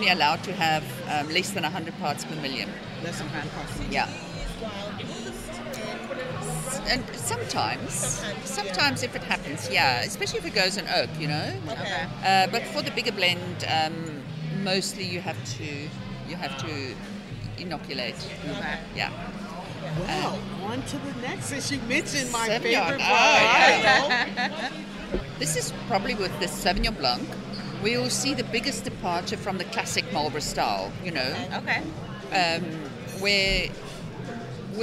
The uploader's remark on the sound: The recording took place at Rake's Progress at The Line Hotel.